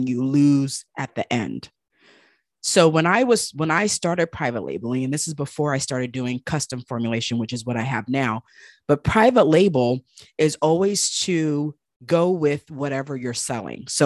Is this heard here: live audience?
no